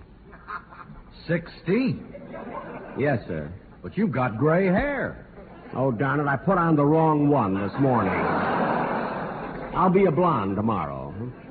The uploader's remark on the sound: Broadcast to America. Presented live from the San Diego Naval Training Center.